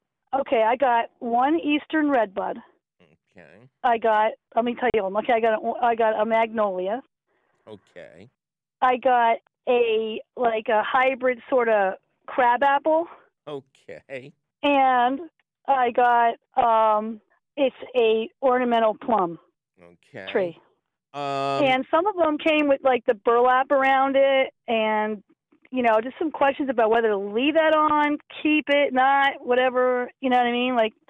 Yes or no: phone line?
yes